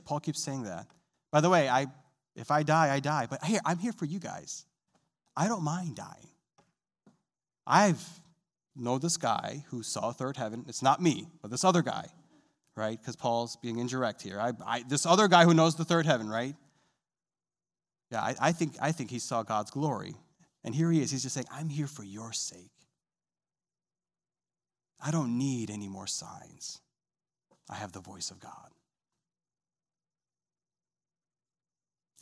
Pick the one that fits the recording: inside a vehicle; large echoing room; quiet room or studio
large echoing room